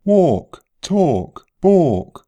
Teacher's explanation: L is often silent after A, but tends to create a long vowel.